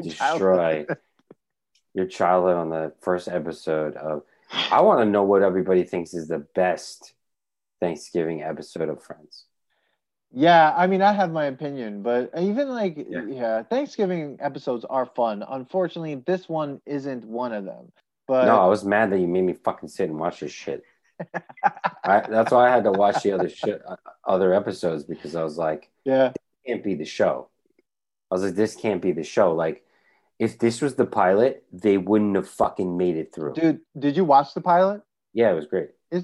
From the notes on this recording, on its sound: We recorded this on November 16, 2020, on Zoom so there are some small sound discrepancies